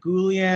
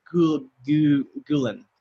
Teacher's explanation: the double L makes a yuh sound · Shown in: first take